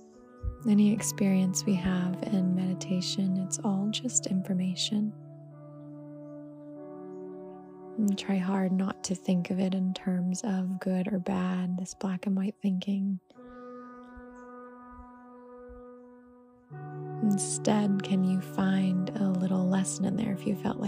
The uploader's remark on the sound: Join me on my deck for a little morning meditation. There are birds chirping, some wind, and noises.